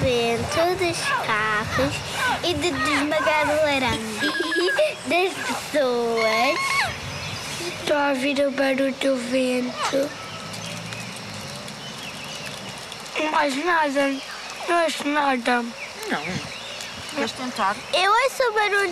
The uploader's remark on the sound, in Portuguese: Os áudios que recebemos do amigos da Quinta encontraram sons que gravamos durante caminhadas na cidade, na floresta, nos caminhos que se fazem enquanto respiramos, vivemos e caminhamos.